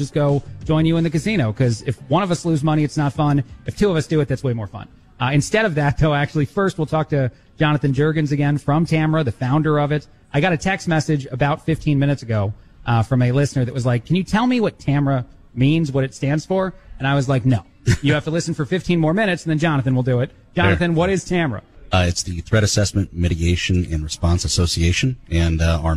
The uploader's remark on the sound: Live from the 2nd annual T.A.M.R.A. Conference. Broadcast live with many of those involved in the 2nd annual Threat Assessment Mitigation and Response Association Conference.